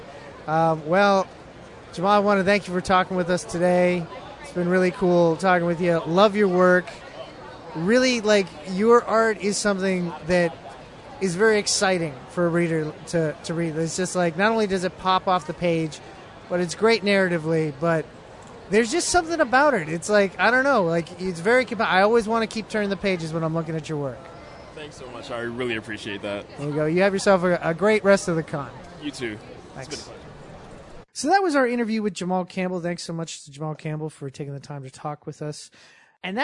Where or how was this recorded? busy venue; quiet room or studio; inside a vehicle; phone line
busy venue